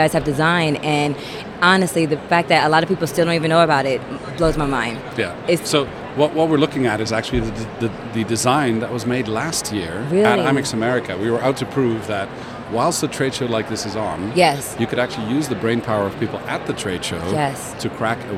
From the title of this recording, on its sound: Live from #IMEXAmerica